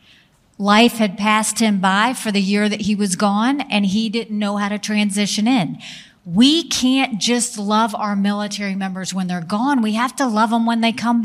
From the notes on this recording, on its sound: On stage at The Gathering.